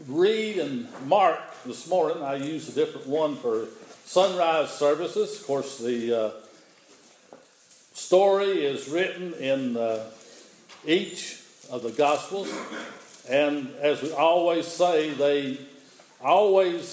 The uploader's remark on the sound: The following is an audio recording of the Sunday morning worship service on March 27, 2016 at Persia United Methodist Church in Rogersville, TN.